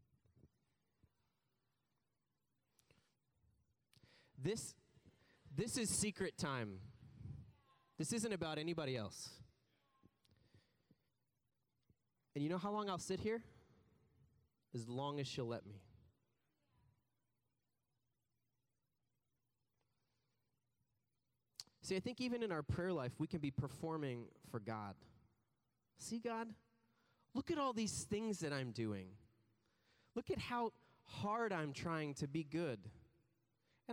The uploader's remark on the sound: preached this message on July 16th at our Downtown community